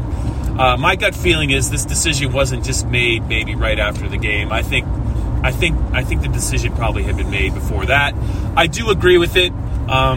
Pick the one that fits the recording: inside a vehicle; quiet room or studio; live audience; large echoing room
inside a vehicle